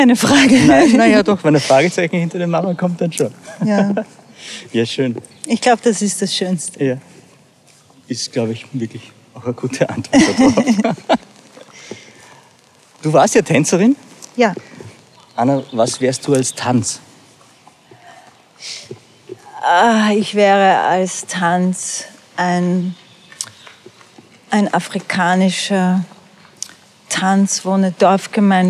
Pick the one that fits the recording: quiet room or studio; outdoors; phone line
outdoors